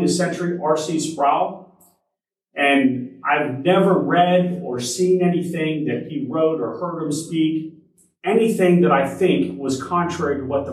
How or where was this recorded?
large echoing room